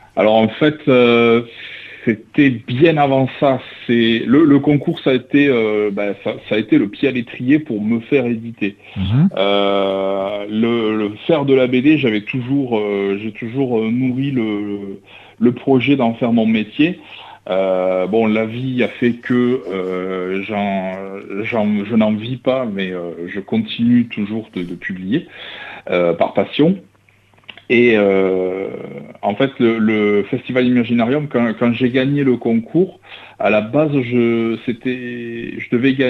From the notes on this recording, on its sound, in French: reçoit par téléphone le dessinateur